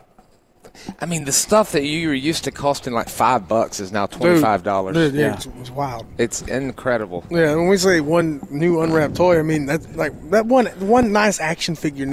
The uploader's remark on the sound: LIVE FROM LEO SANTA 2023